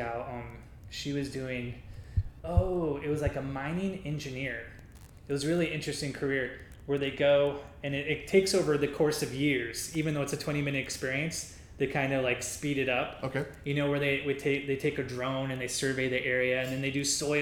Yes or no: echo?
yes